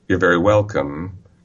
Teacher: I've put a very in there, but because it isn't stressed, I haven't changed the length of the utterance. · Term: stress-timed